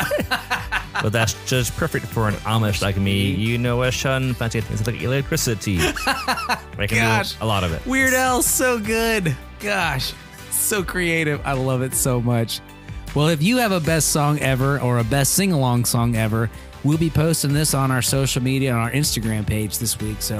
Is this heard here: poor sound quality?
no